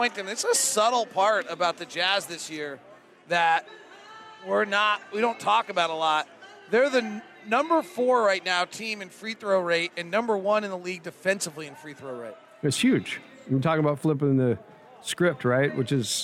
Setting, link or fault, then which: setting, busy venue